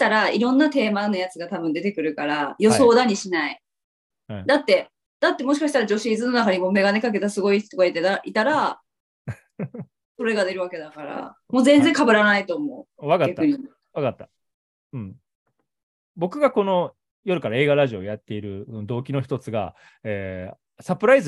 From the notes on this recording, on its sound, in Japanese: リモートで収録したため音声に若干の乱れがあります。すみません。